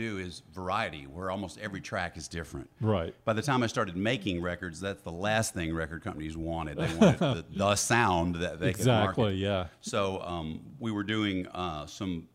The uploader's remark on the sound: From the 2019 30A Songwriters Festival.